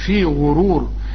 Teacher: الغين برضو المضمومة مفخمة